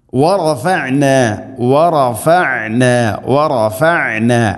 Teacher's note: ഐനിൻ്റെ ഉച്ചാരണം, തൊണ്ടയുടെ മധ്യഭാഗമാണ് അതിൻ്റെ ആ ഒരു മഖ്റജ്, ആ അക്ഷരം പുറപ്പെടുന്ന സ്ഥലം.